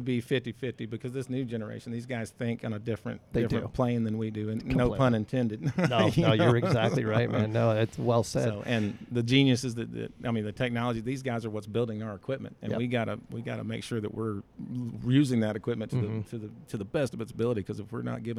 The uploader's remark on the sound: TopoDOT Users Conference 2022 - A Geoholics Road Show. I was honored to be invited to this year's TopoDOT Users Conference in beautiful Orlando Florida! Random unscripted interviews recorded at #TUC22.